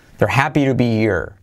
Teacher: saltamos la H de here si queremos